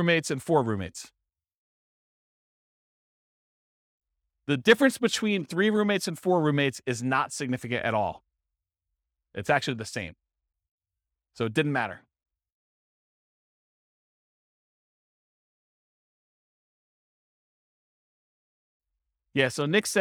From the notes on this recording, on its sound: This was a live class recorded.